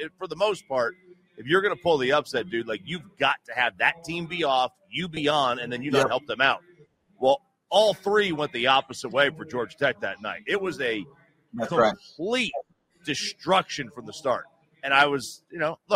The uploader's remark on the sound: is live from the home of Super Bowl XVIII Las Vegas, Nevada taking in the scene